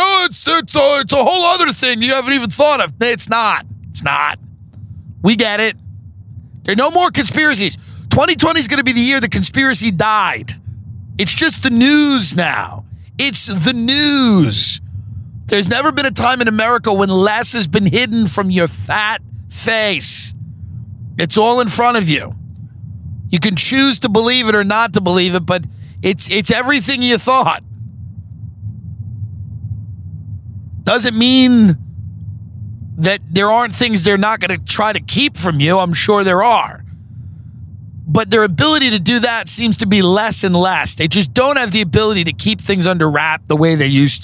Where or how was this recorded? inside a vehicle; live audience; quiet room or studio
inside a vehicle